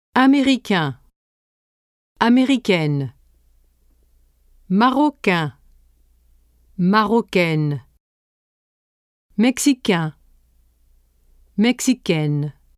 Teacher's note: The addition of e to masculine forms ending with the letter n denasalizes the vowel un. It becomes e and the n is pronounced.